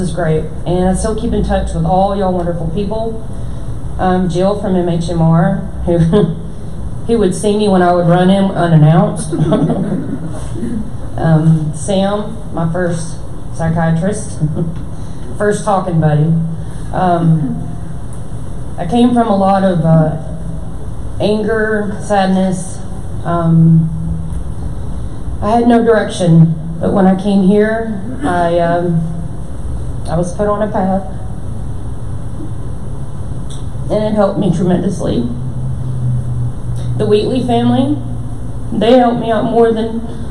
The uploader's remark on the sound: Recorded at a LGMA Luncheon at One Cause Church, everyone in attendance was encouraged to continue helping others.